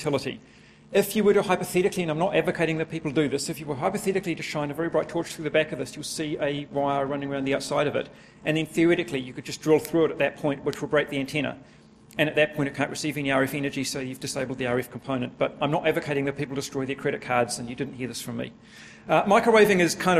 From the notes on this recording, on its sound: a full recording of a presentation